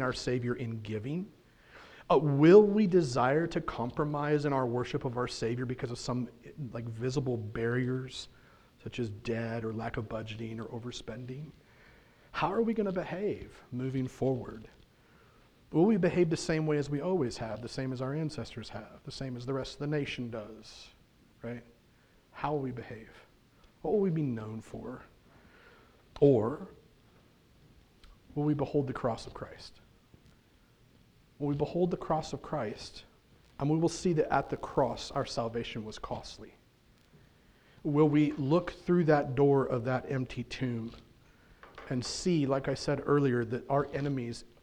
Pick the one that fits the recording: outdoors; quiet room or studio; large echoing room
large echoing room